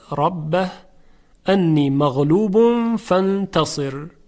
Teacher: کلمه ربه در این کلمه حرف را تفخیم میشود چون فتحه داره.